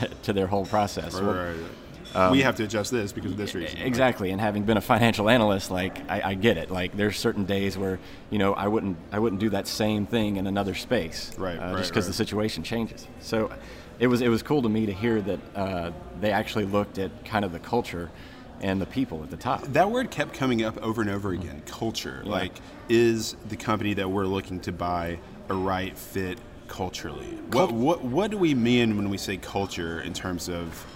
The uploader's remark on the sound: Live from McLeod CFO Conference. Were at the Westin in Nashville for McLeod's CFO conference and recorded a special episode of What the Truck?!?